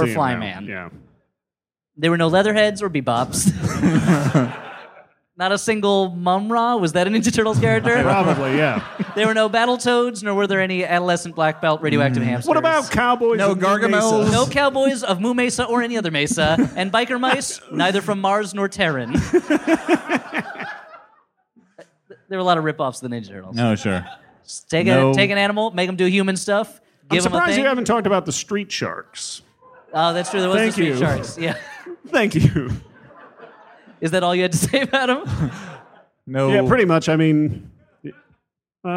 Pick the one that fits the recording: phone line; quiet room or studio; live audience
live audience